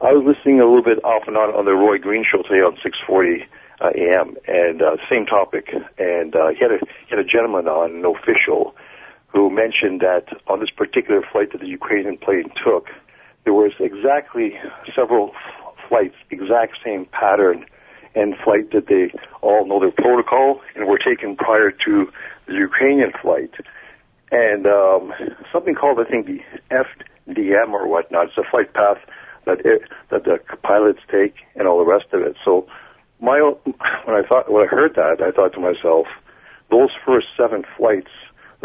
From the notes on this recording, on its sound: Opens the phones to hear from callers. Open Lines-Open Phones.